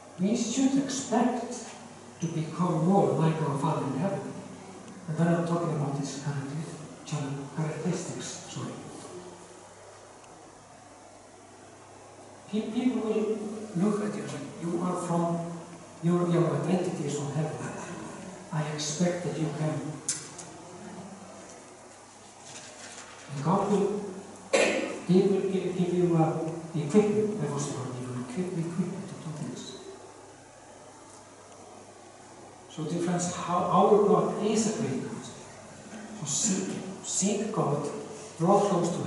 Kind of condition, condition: fault, poor sound quality